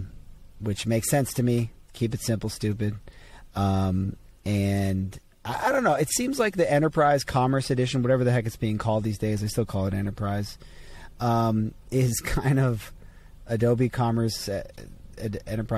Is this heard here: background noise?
no